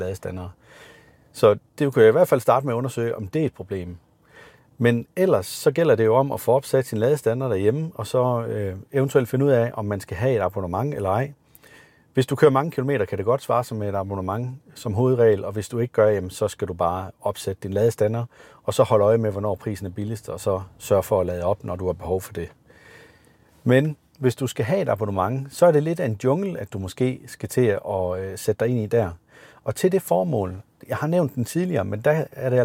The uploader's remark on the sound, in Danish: Afsnittet idag er optaget i en Maxus Mifa 9